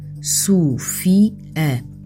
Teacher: No caso do nome próprio Sofia, a pronúncia efetua-se com um hiato entre I e A, Sofia, o que nos indica que esta palavra é um trissílabo, ou seja, tem três sílabas.